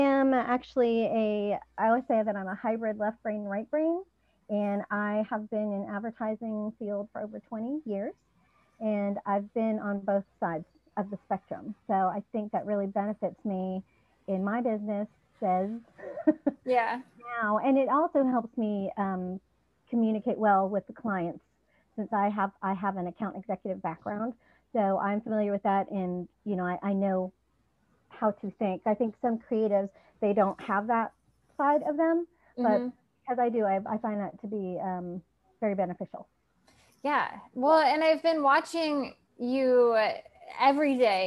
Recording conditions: video call